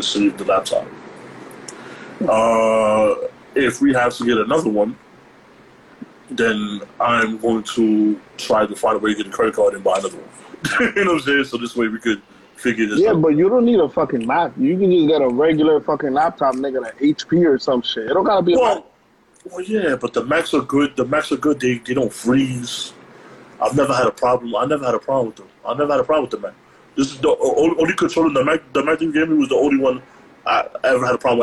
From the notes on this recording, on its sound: We back and had a recording problem so we decided to record via IG LIVE.